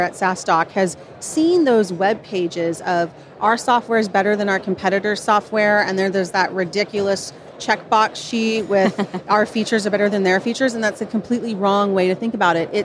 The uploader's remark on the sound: Live from SaaStock.